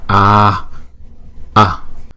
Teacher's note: A này kéo dài hai nhịp, mở miệng to ra